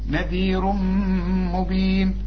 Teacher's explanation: أنا نذير مبين، هنا نذير مرققة كل الحروف بما فيهم الراء عند الوقف، لكن عند الوصل مفخمة لأنها مضمومة، هتقول نذير مبين، تنوين بعده ميم، ادغام بغنة